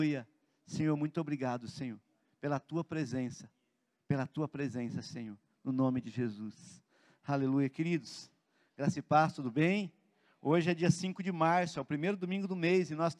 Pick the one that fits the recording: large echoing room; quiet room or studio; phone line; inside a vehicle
large echoing room